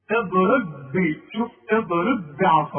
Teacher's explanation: خليها به واحدة اوعى تقلقلها